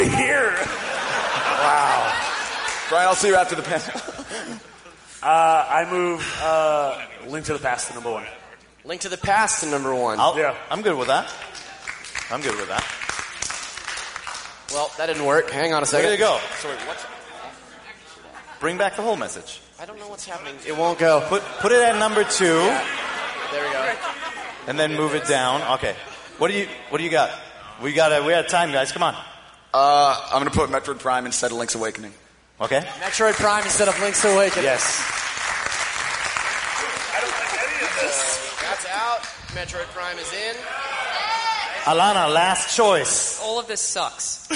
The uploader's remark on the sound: Live at PAX